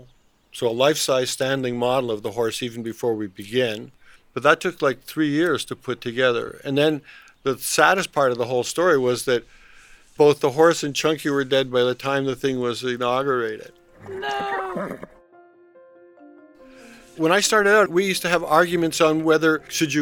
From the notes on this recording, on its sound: We settle down to chat outside. At a sheltered table with a spectacular view of the sea, from Pisa to La Spezia, and the never ending horizon. An exterior storage space against a yellow wall reveals shelves laden with maquettes and sculptures in various stages of completion. His house near Pietrasanta.